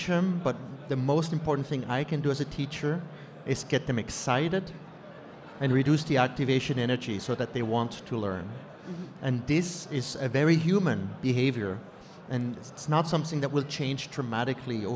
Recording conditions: live audience